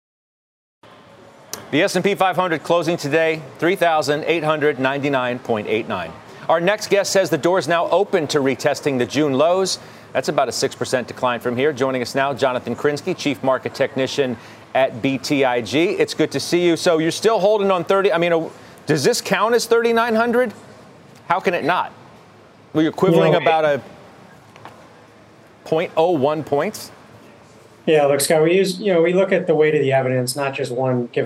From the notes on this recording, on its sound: A fast-paced look at the after-hours moves and late-breaking news live from the New York Stock Exchange.